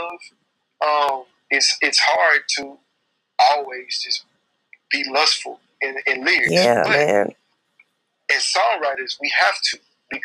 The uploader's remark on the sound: Audio from each interview is recorded for playback and podcasting purposes.